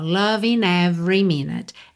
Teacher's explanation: loving termina em ing, o g final não é pronunciado, eu posso usar o n para ligar na próxima vogal